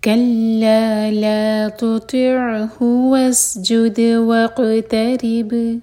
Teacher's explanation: كلا لا تطعه، لا مد تبعی دو حرکہ لمبا، تطع تو ہیوی اور عین پر جھٹکا نہ ہو. تطعه واسجد سین پر وسل والا ساؤنڈ اور بغیر قلقلہ کے. واسجد دال پر قلقلہ، وق قاف پر قلقلہ، وقترب را باریک ہوگا اور با پر قلقلہ، وقترب.